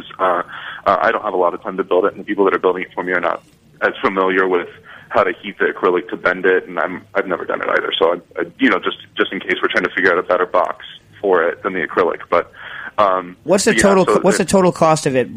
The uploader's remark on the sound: The phone lines are off the hook on this week’s episode of Cooking Issues!